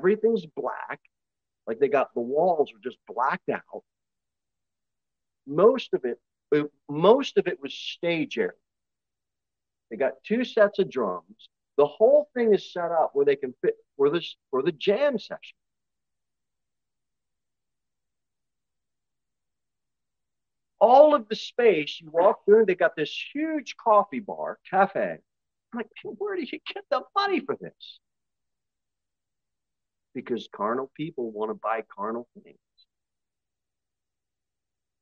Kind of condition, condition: setting, large echoing room